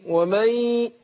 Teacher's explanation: وادغمت النون في الياء بقت حرف واحد مشدد